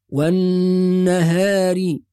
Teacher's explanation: يبقى كل الكلمة، كلمة والنهار، الكلمة كلها مرققة، حرف الواو مرقق، حرف النون مرقق، حرف الهاء مرقق، حرف الراء مرقق